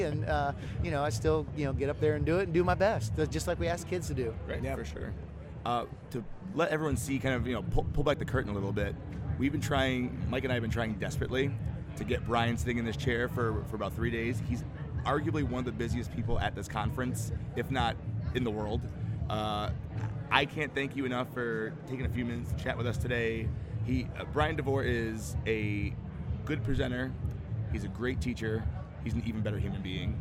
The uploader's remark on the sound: Live from SHAPE Nashville Day 3